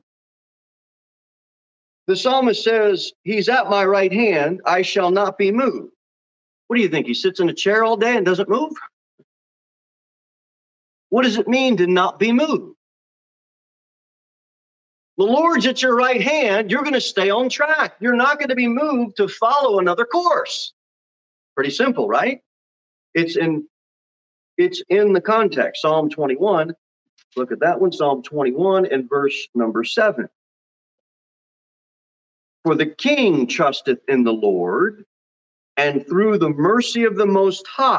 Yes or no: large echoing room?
yes